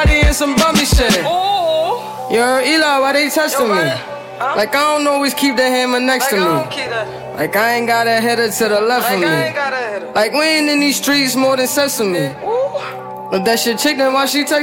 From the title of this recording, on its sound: LIVE HIPHOP SET AT 21DEGREES EVENT